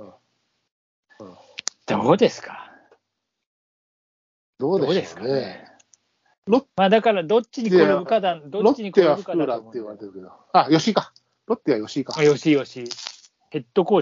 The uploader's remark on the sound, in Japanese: ノイズが多くお聞き苦しい事お詫びします。